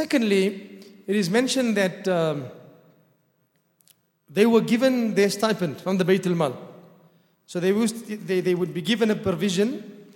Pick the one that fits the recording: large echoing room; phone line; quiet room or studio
large echoing room